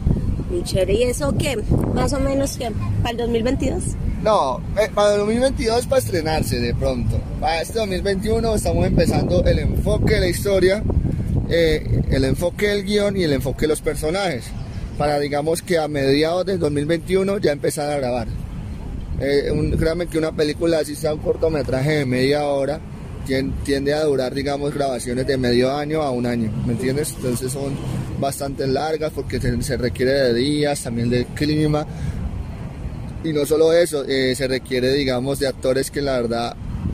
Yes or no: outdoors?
yes